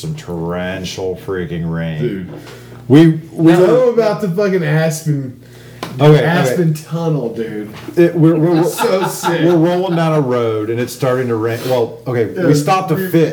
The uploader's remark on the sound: Here’s a sit down from the Elk Mountain Cabins over a bottle of Bourbon. Bare with us as I did not have enough microphones to individually mic each person and we were in a kitchen. Everything that should be audible is, and some things that shouldn’t.